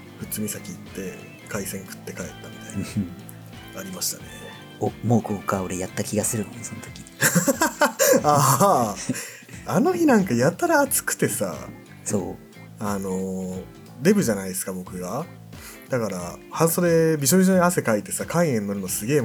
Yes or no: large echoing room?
no